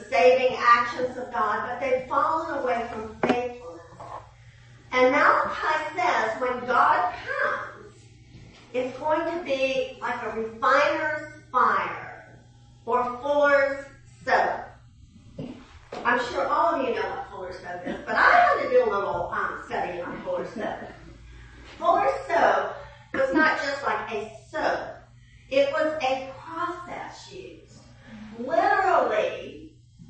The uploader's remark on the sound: 9am service. During the 9AM chapel service.